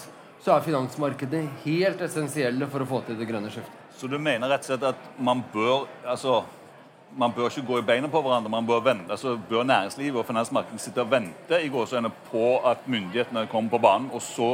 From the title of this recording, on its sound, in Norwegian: LIVE på ONS 2022